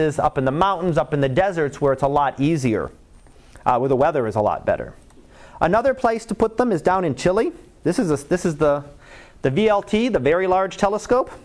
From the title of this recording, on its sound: Live Class Lecture